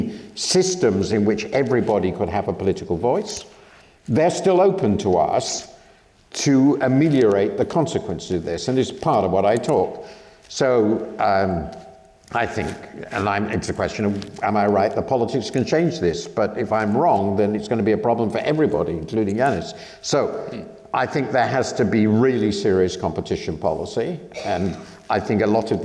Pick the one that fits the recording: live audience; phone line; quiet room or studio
live audience